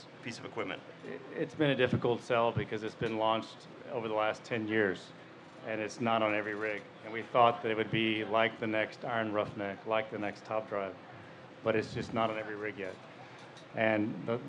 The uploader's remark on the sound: Red Wing’s Oil and Gas HSE Podcast was live at The Offshore Technology Conference, OTC 2017, in Houston, Texas. This is a special episode that was recorded in two parts: The first segment was recorded live from OTC 2017 at the Red Wing booth in the main exhibition hall at NRG Stadium. The second segment of this episode was recorded live from National Oilwell Varco’s annual shrimp boil.